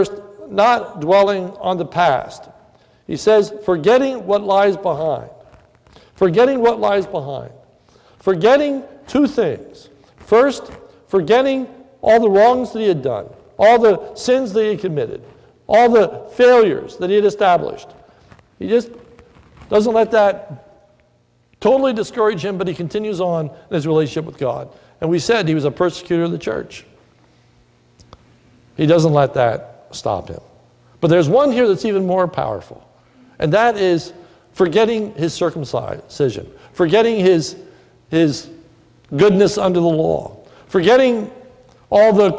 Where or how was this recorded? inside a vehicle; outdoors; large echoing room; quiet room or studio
large echoing room